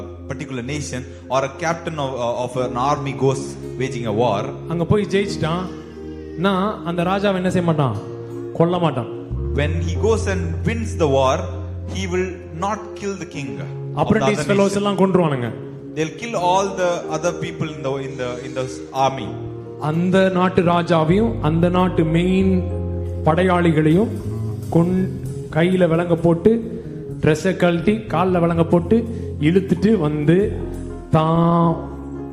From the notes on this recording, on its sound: Live Church Service